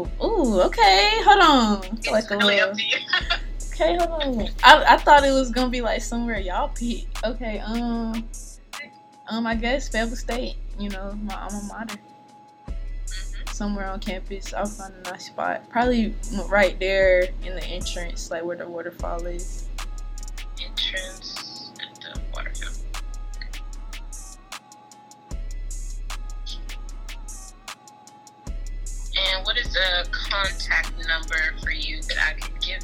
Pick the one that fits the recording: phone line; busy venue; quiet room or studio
phone line